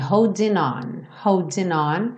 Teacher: Aqui também no holding on, ele junta no N.